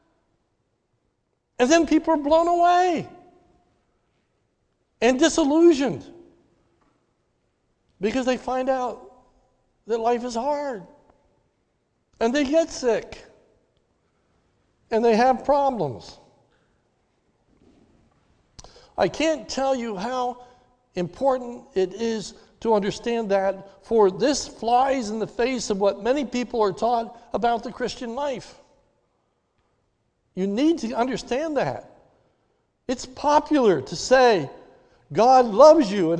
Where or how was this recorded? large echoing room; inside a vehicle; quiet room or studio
large echoing room